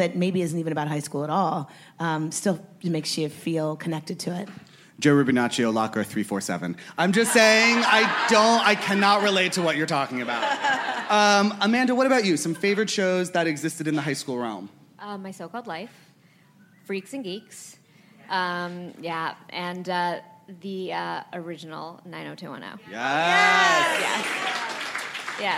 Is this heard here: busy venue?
yes